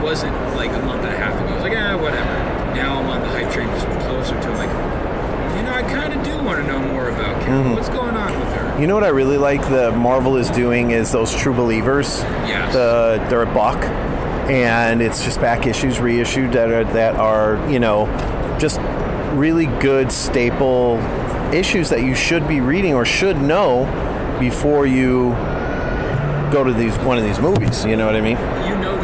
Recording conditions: busy venue